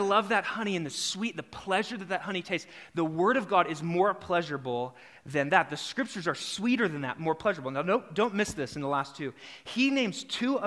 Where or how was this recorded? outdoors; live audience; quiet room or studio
live audience